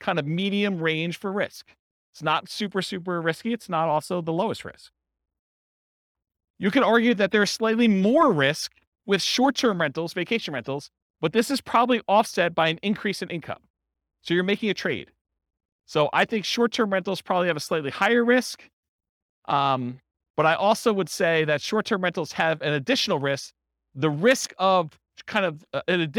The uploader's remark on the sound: This was a live class recorded